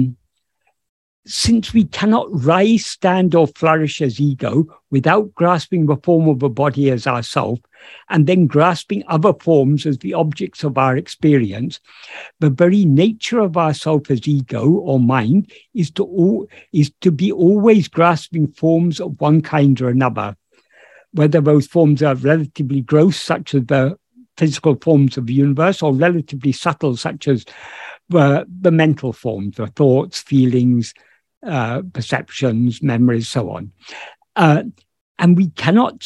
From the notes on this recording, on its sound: In a Zoom meeting of the ‘Ramana Maharshi Foundation UK’ on 25th June 2022.